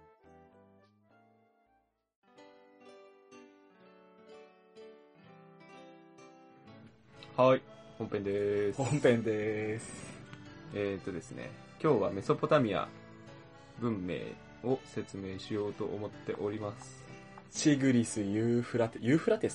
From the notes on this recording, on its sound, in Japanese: 今回オンラインで録音してみましたが、二人の音量の調整が上手くいっていません